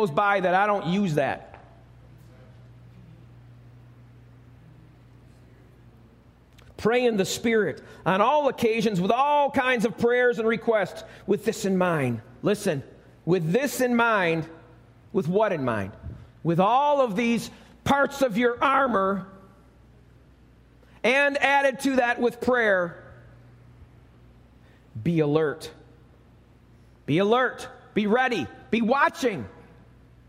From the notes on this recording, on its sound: Recorded live at Alabama Full Gospel Fellowship - The Lighthouse. 5329 Gravel Rd., Medina, New York 14103.